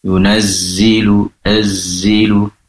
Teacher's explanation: Pastikan zai di sini dia juga terdengar seakan mengalir suaranya. Yunazzilu, azzilu, ujung lidah terletak antara gigi seri atas dan bawah.